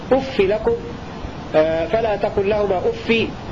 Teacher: والباقون يقرؤون بكسر الفاء من غير تنوين